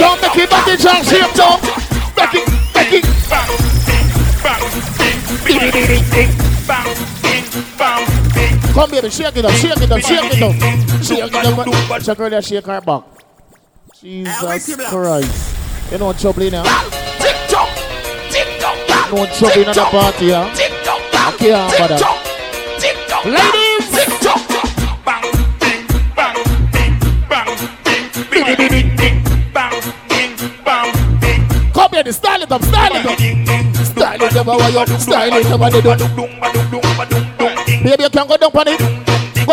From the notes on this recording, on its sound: BRUNCH AT BREW'D [LIVE AUDIO]